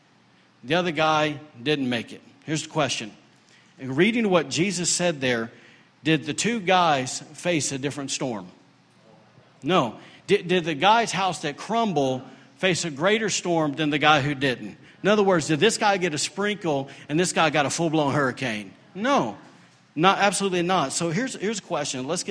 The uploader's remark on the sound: recorded during Sunday morning service at Celebration Life Family Church on Sunday, June 11, 2017